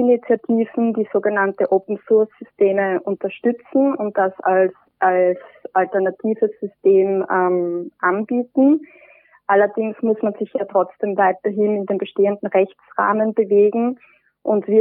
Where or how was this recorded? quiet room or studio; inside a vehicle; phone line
phone line